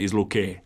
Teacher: Međutim, danas manje u gradu, ali recimo ako odete na Pelješac, ako odete recimo čak i u okolicu Stona, znači tu ćete vidjeti, dakle, na naglasnoj razini da ljudi kažu ja sam iz Luke, dakle, sa dugosilaznim